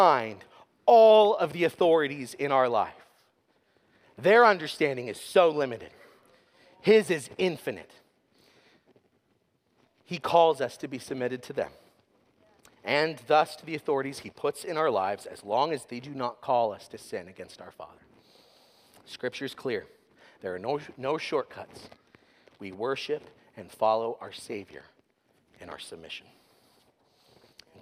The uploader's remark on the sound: sermon was preached at Covenant Fellowship Church on December 31, 2023.